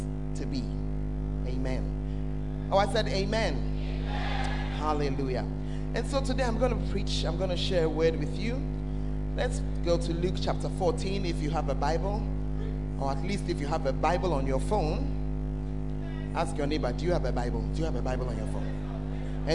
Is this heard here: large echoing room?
yes